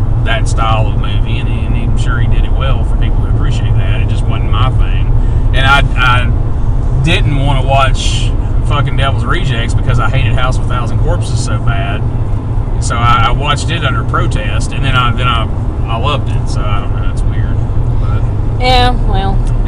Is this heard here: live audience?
no